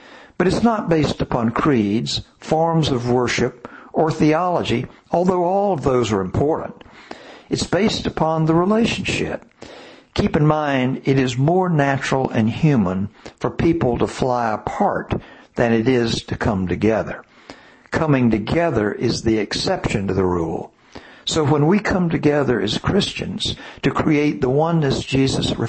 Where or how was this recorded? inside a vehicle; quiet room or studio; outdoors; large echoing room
large echoing room